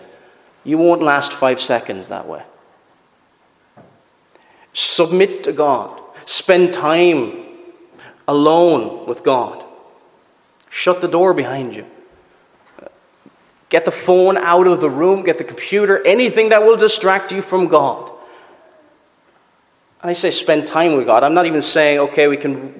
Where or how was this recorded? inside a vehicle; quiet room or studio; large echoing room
large echoing room